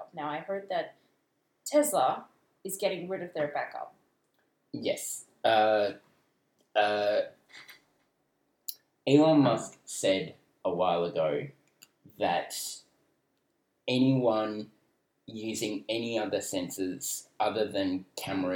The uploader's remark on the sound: screws up the audio recording